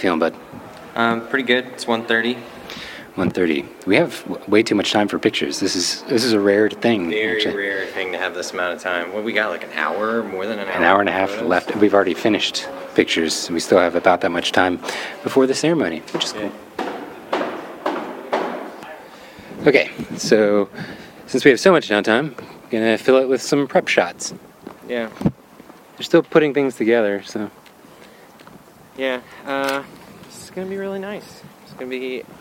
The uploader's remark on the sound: Recorded live at a wedding.